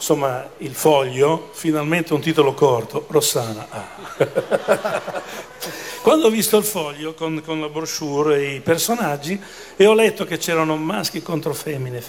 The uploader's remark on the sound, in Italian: Dal palco centrale di Lucca Comics & Games 2017